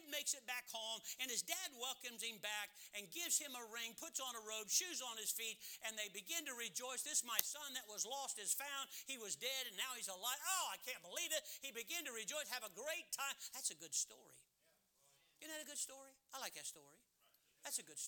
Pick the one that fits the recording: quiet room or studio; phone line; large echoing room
large echoing room